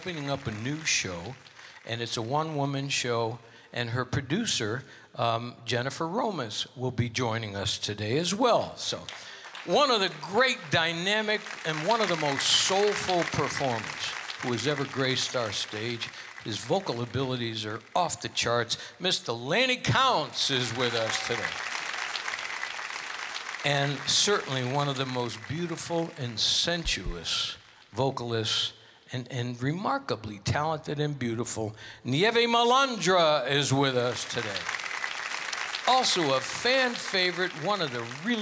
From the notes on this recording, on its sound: Live at the South Point Casino